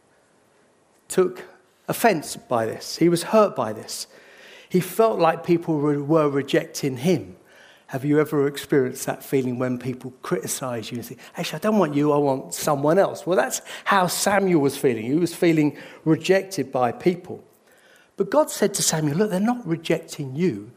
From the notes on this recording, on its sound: This sermon was recorded on Sunday 12th March 2023 at our Putnoe venue.